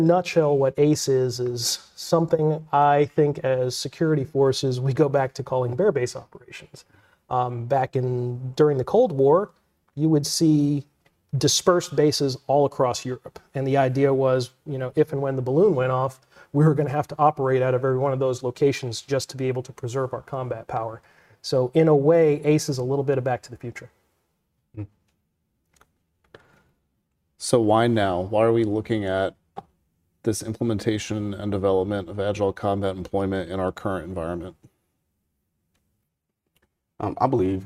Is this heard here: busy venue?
no